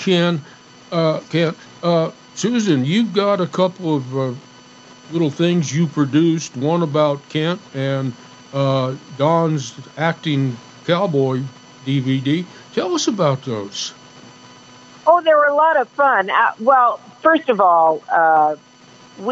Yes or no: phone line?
yes